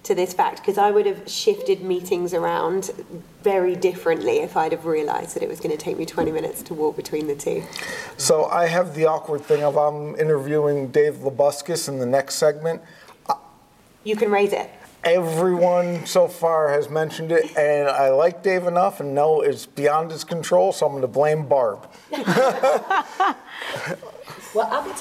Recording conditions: busy venue